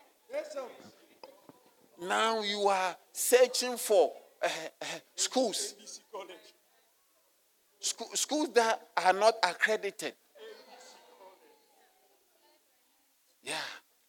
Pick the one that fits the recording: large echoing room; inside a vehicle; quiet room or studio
large echoing room